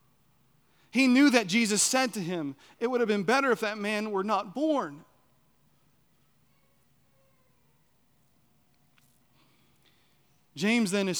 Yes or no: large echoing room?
yes